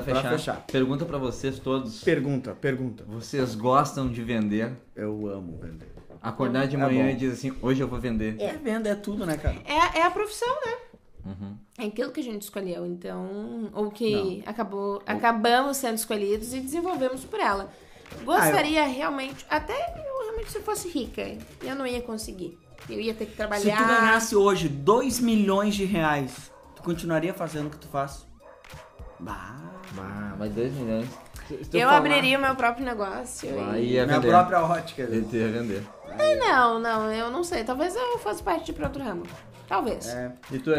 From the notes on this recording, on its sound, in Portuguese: Programa gravado com um som ambiente bem diferente.